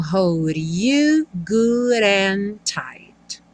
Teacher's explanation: hold e good, os Ds viraram rarara